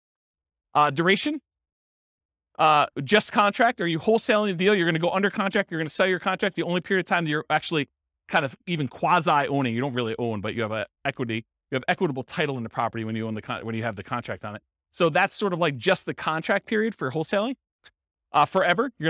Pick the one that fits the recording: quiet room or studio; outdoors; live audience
live audience